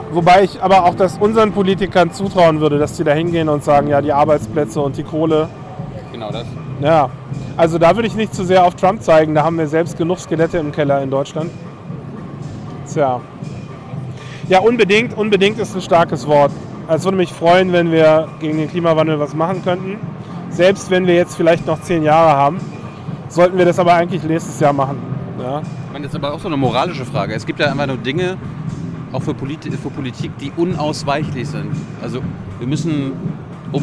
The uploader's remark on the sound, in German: Chaos Communication Congress (35c3) in Leipzig aufgenommen.